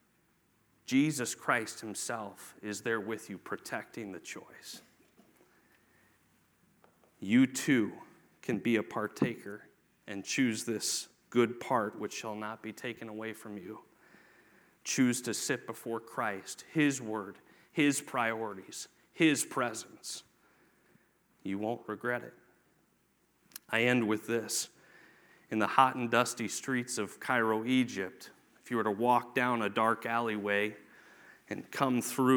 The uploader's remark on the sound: Sunday morning message from the 2024 Victory Conference at Falls Baptist Church